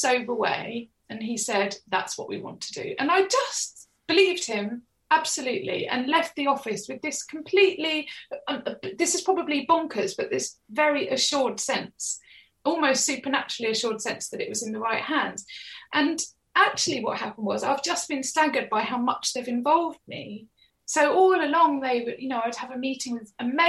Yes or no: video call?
yes